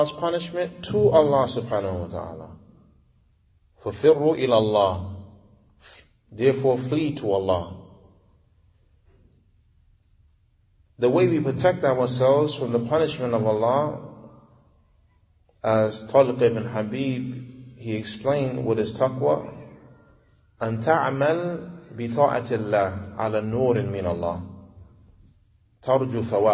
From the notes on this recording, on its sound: Lecture given at Masjid Nur Allah, Queens, NY